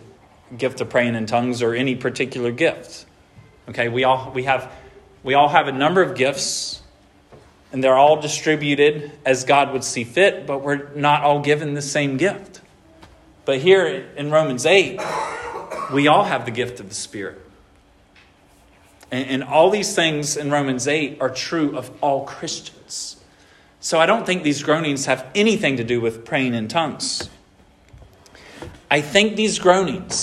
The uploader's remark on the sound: This sermon was preached at Hope Fellowship. 76 Lewis Mill Rd.